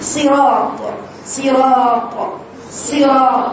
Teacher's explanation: الصاد حرف مطبق مستعلى